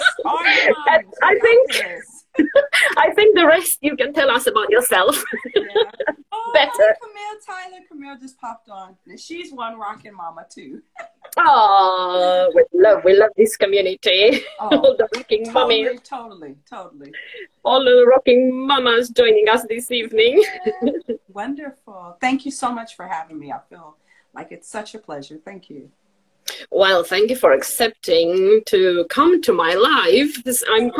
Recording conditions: video call